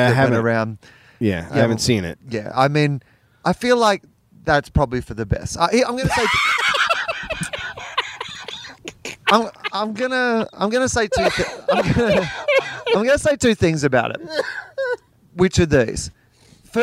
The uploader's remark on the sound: On the roof. The sweet sounds of LA at night.